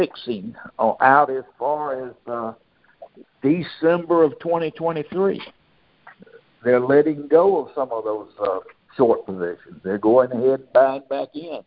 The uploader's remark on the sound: August 2022 Monthly Conference Call On Cotton.